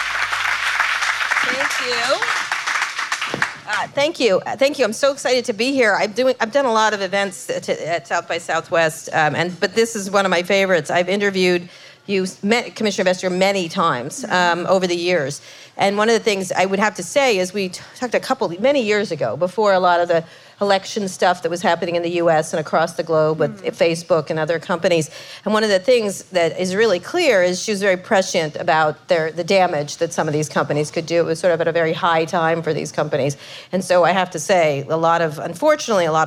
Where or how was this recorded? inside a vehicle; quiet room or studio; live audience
live audience